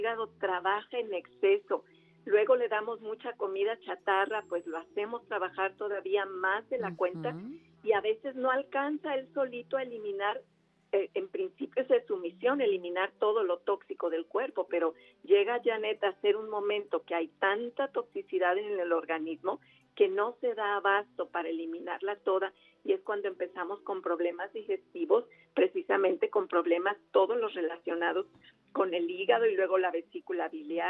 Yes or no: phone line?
yes